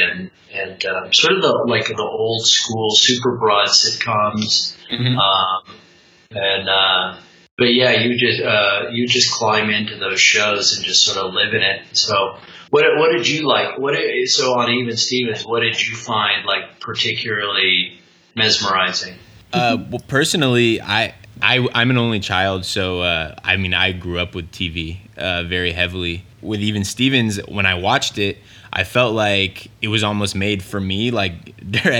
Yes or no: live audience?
no